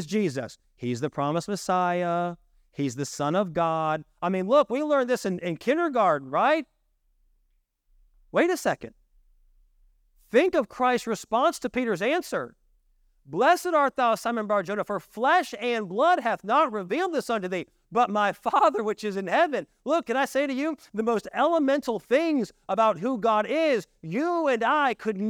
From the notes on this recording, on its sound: This message was delivered on September 10, 2023, during our evening service.